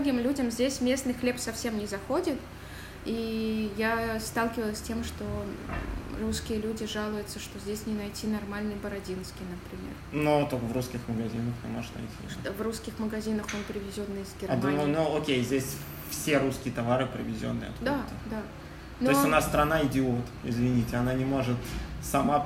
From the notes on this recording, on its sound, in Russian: Звук города на фоне (машины, стройка и т.д.) считайте нашей фишкой!